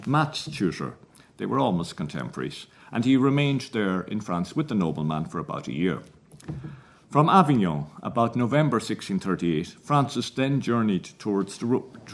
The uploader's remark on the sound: at the 2022 Tudor and Stuart Ireland Conference